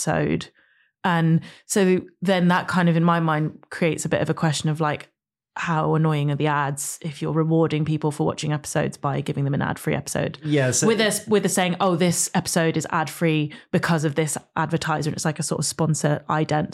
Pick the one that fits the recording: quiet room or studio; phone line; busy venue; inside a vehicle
quiet room or studio